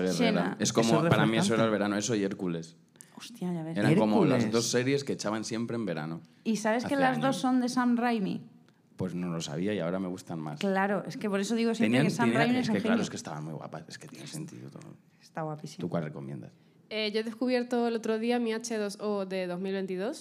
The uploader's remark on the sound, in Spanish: Cuarto programa en el festival Soy Meme